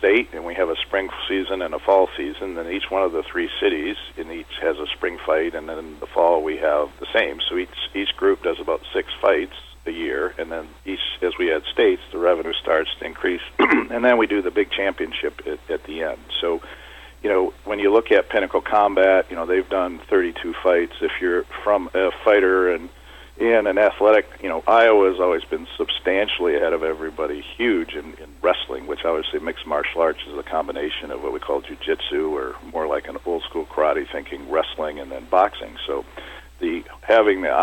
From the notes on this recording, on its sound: called into SmallCapVoice